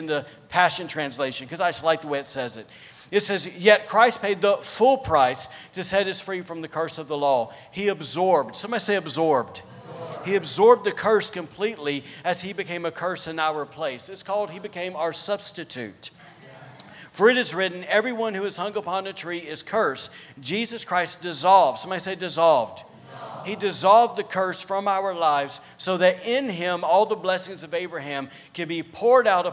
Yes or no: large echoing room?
yes